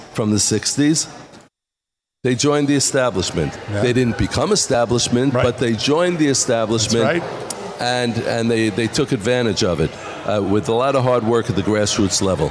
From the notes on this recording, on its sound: Live from NRB. Live from the National Religious Broadcasters Convention in Orlando, Florida.